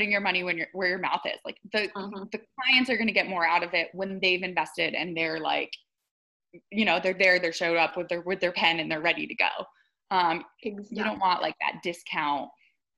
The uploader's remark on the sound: I had a really fun, casual chat over Zoom